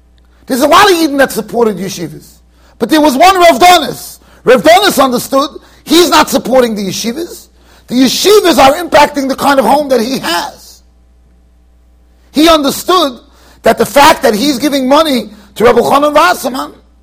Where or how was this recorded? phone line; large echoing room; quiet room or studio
large echoing room